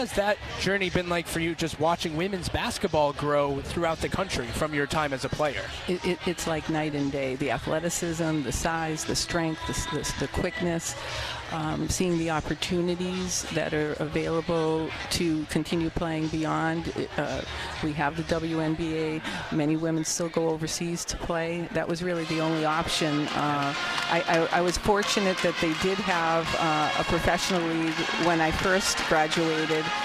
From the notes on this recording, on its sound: During halftime of the UMass Minutewomen vs Davidson Wildcats basketball game on Sun Feb 19, 2023 from the Mullins Center. Joined live on the Official Radio Network of UMass Women's Basketball.